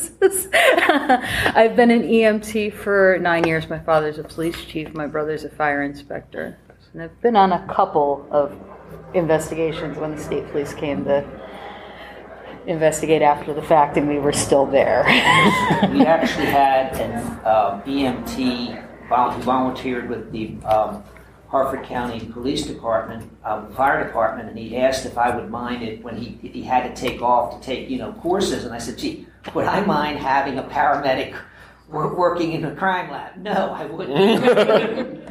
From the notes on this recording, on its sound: Another fantastic panel from Balticon 2019.